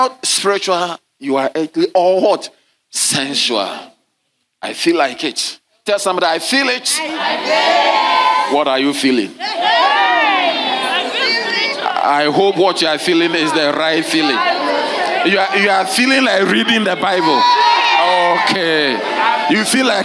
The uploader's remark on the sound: Sermon delivered on Tuesday, May 28, 2023, at LCI Mega-Church in Cape Town, South Africa.